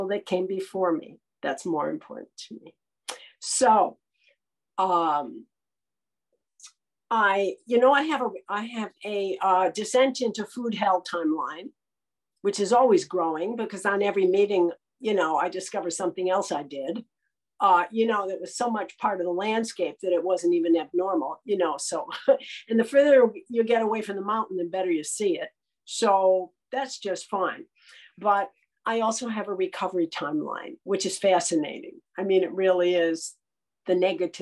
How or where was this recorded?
video call